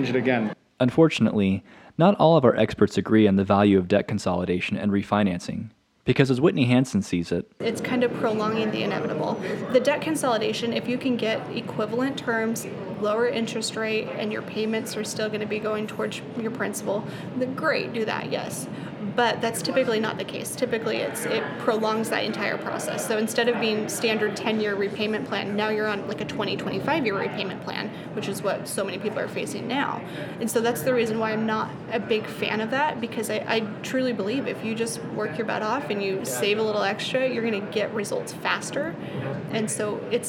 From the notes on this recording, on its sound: We go to FinCon, an annual conference where some of the brightest financial bloggers get together to share insights and discuss financial trends.